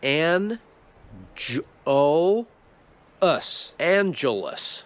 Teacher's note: I w Angeles mamy podwójne schwa. Obydwa e to są schwa, takie a.